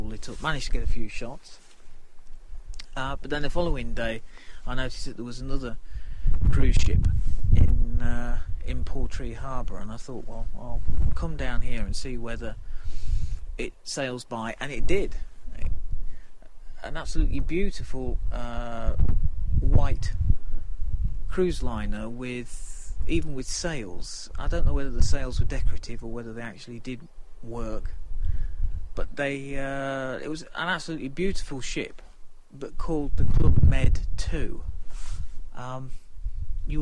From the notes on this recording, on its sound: The recording were made at various points of the stay including a rather blowy podgram from the top of the Quiraing.